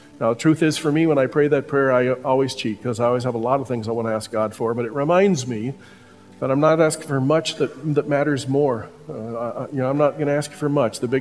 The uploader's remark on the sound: Listen to this portion from the conference.